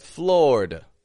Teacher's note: Schwa ending. Totally weak, unstressed, quiet sound.